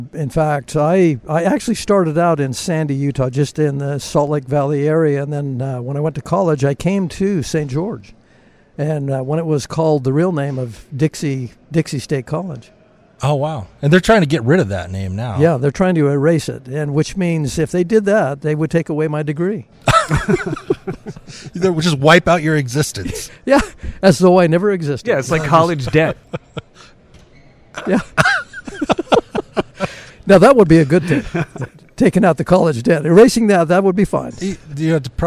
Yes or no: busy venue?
yes